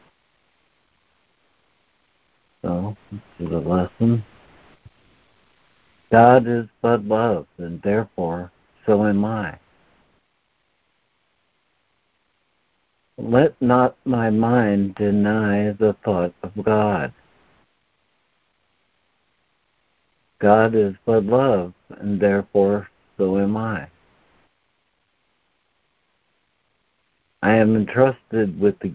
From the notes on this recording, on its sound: ACIM Daily Conference Call